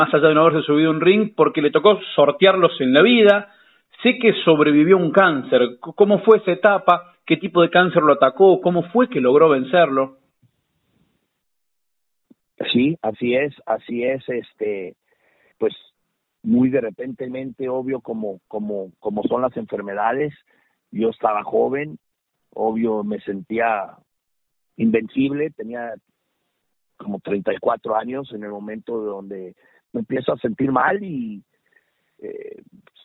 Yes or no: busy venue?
no